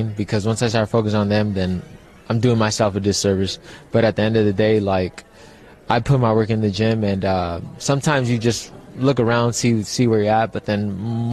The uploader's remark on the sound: LIVE FROM CANELO - GOLOVKIN 3